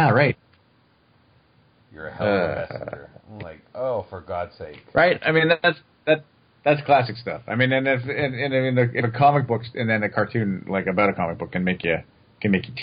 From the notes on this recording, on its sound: This was done over two phone calls.